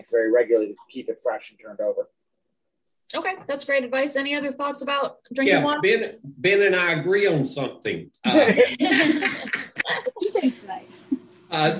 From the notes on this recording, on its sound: The recorded Open Q&A session from the recent Virtual Spring Rendezvous. Takes questions from attendees on all things related to the Great Loop!